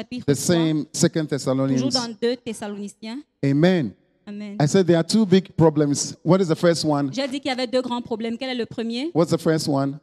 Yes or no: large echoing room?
yes